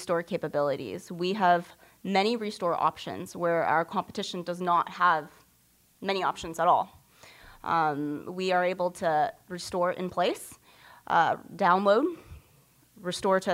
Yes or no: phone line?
no